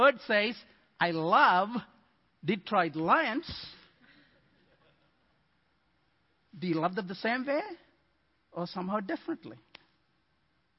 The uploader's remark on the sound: Midland Evangelical Free Church Sermon Audio